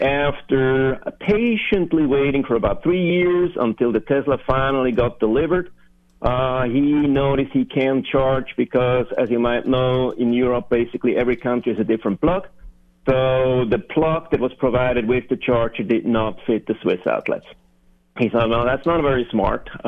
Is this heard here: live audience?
no